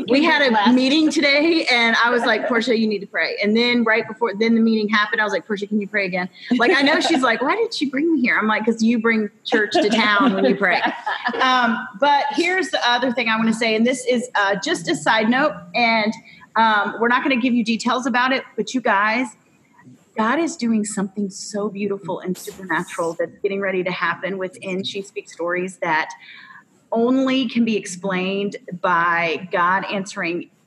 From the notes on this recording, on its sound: We had such a great time at our At the Table Live Virtual Event that we are making the audio available to you, our listeners.